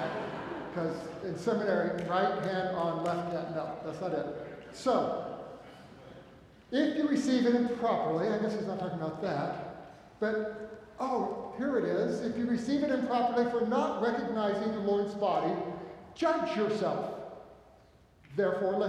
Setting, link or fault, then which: setting, live audience